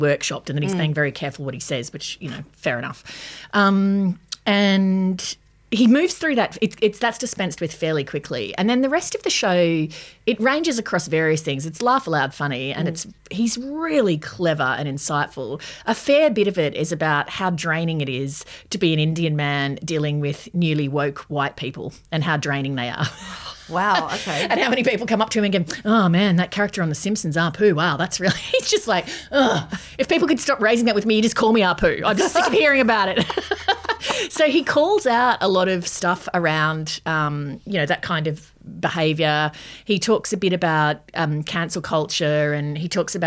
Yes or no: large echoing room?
no